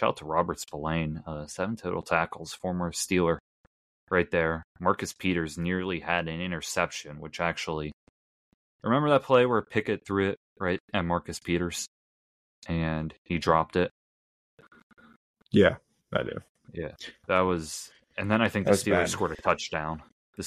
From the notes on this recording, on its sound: audio seemed a bit choppy, though it is clear to understand, but we apologize